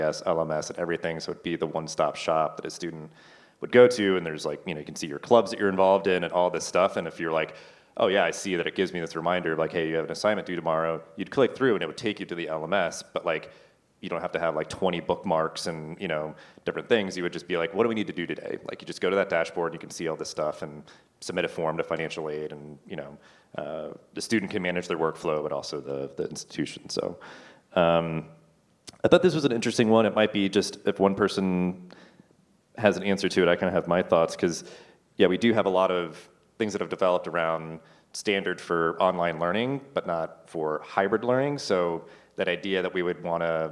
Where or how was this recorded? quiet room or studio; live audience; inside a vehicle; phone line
live audience